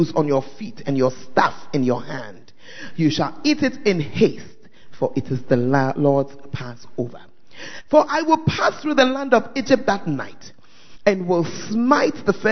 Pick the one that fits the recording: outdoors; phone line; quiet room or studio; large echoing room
large echoing room